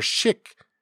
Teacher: the word for food, or shik, is pronounced with a high pitch.